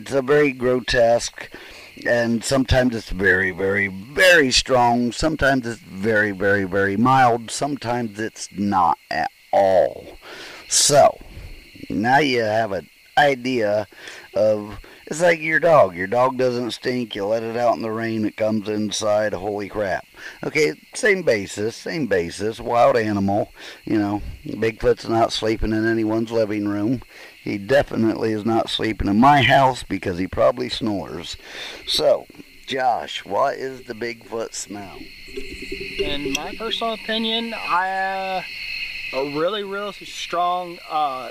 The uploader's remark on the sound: Bigfoot Campfire Roundtable.